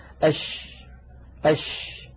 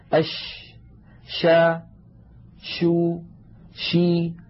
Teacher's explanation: نعم، التفشي في لغة العرب الانتشار، وعند علماء التجويد إذا قالوا التفشي فإنما يعنون انتشار الريح في الفم عند النطق بحرف التفشي · Term: صفة التفشي